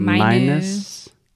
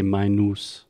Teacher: the common tendency for most Brazilians and Portuguese speakers is to replace that uh sound with an oo sound · Shown in: second take · and say minus.